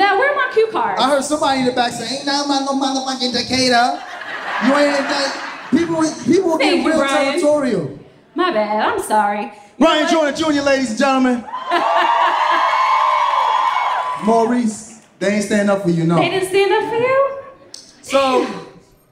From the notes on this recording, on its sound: Live From Atlanta. ATLANTA, you brought the heat to Dead Ass Live at the Variety Playhouse. They wanted to find the ideal couple in the audience that night.